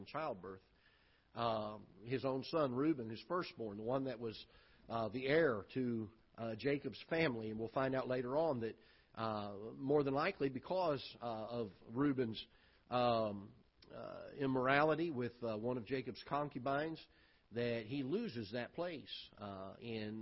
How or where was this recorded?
large echoing room